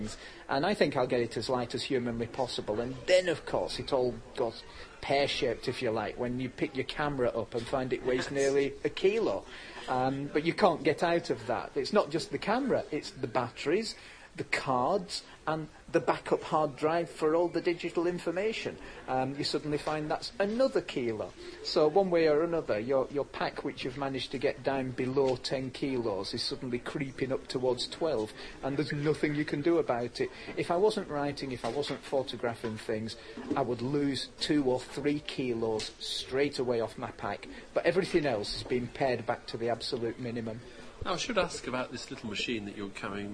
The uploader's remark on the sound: At this year’s Outdoors Show